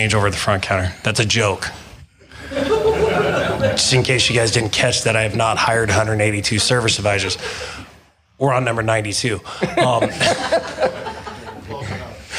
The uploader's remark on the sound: I was honored to give my keynote and then moderate an all-day panel discussion with the ASA Illinois members. I turned the recorder.